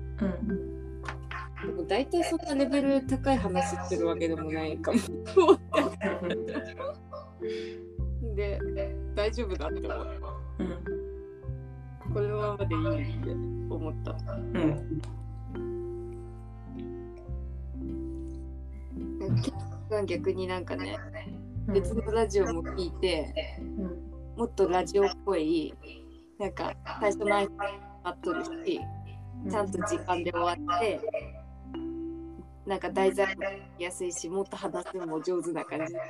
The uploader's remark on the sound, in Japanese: 後半聞き苦しいのはごめんなさい。湯船実験してみて、もうしないほうがいいとわかった。